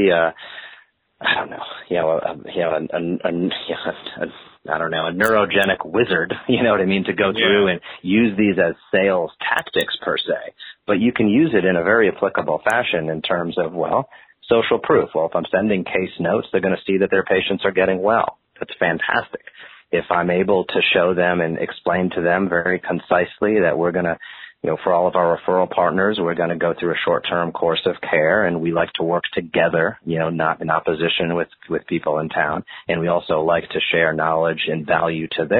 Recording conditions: phone line